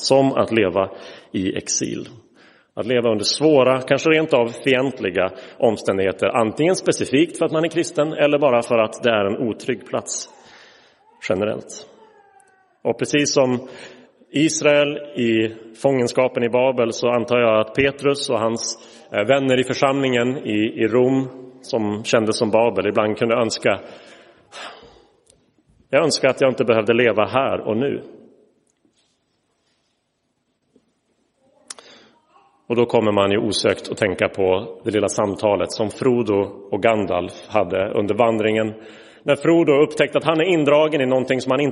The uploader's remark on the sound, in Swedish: Inspelad i Roseniuskyrkan den 29 oktober 2023.